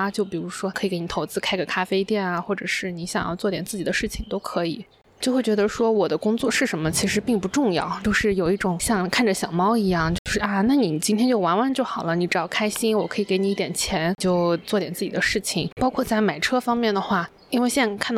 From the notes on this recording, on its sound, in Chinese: 在咖啡店里一边摸猫猫一边录音。